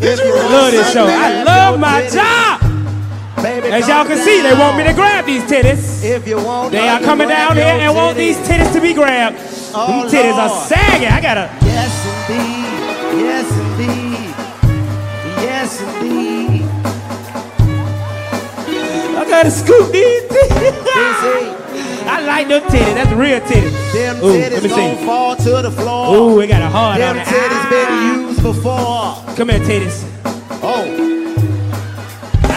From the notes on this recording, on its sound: Another classic comedy show recorded in front of a live audience at the legendary Fillmore Theater!